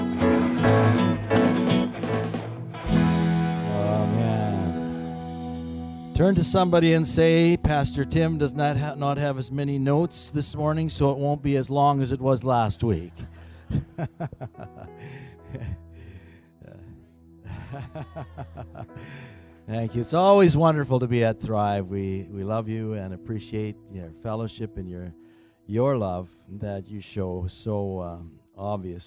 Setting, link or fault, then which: setting, large echoing room